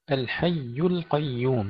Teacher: الحي ترقيق اللام قبل تفخيم القاف